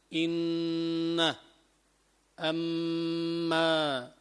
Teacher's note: لما يقول الإنسان إن، أما، يشعر بطنين داخل أنفه، داخل خيشومه. هذا الطنين في داخل خيشومه يقال له الغنة